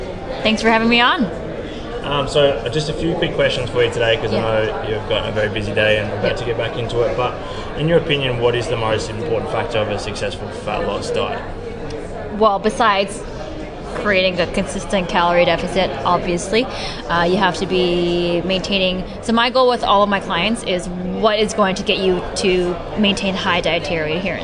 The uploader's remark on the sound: During the Ultimate Evidence Based Conference run by JPS Health and Fitness we were able to sit down and have a 10 minute chat